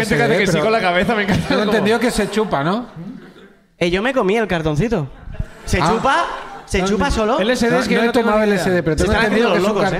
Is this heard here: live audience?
yes